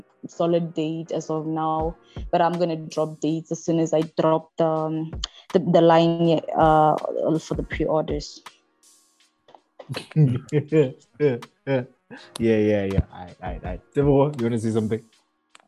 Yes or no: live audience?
no